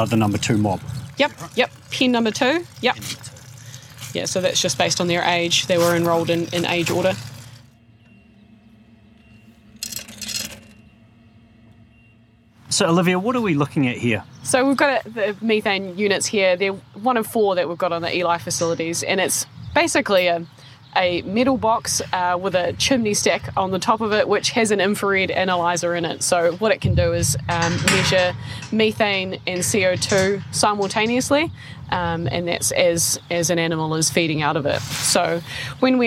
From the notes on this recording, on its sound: In this episode, recorded at DairyNZ’s Lye Farm, you’ll hear about the options being tested by our scientists. Take us on a walk around Lye Farm’s world-class research facilities.